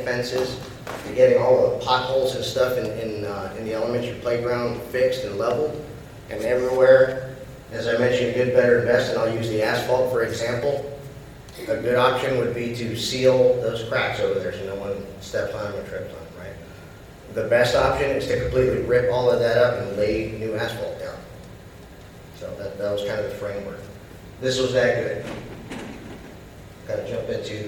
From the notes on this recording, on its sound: The following audio was excerpted from the Fall, 2022 VCS State of the School.